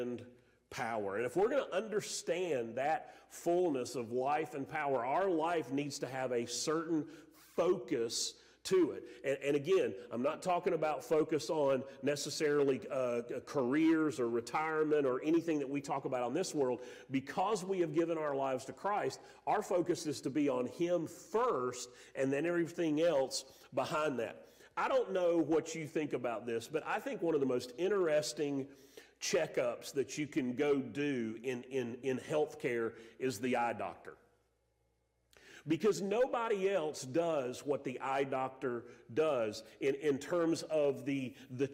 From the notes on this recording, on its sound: Sermon audio from Mission Church in Locust, NC.